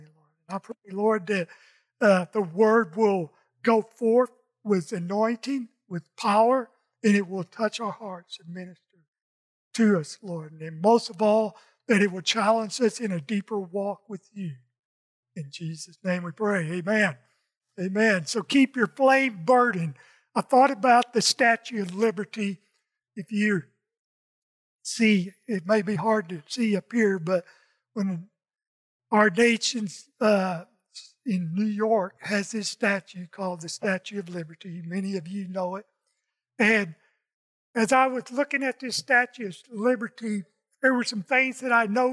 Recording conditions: large echoing room